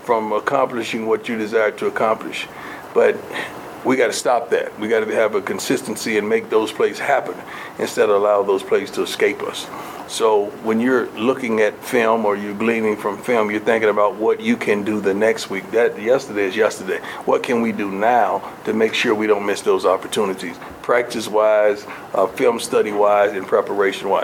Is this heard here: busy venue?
yes